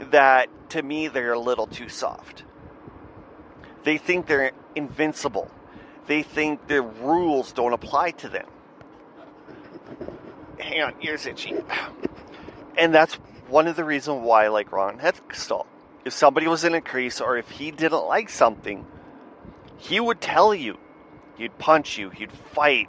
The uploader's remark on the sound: Audio has been improved. I admit my air conditioning in my van made it a little annoying to listen.